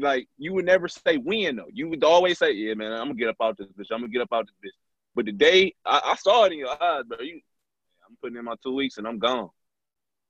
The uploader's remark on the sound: sit down on zoom